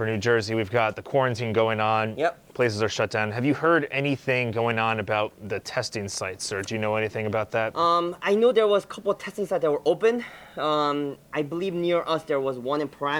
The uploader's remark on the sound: This episode was filmed at HB Pharmacy in North Arlington, NJ.